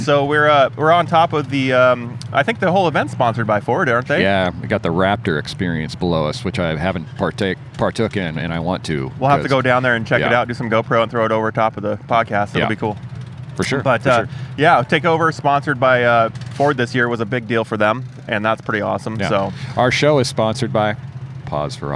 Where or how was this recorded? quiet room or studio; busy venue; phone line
busy venue